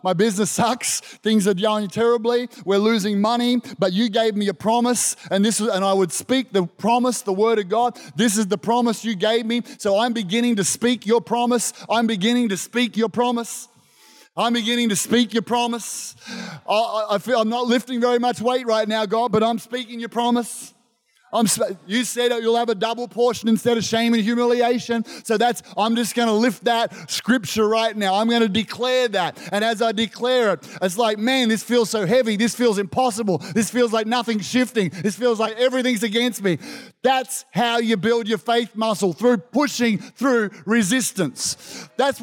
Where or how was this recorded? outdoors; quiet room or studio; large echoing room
large echoing room